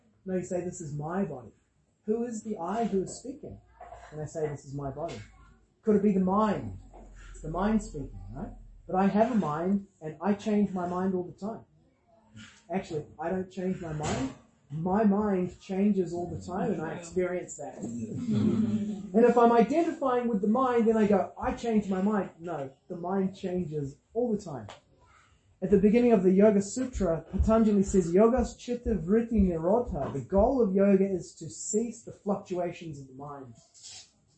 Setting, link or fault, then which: setting, large echoing room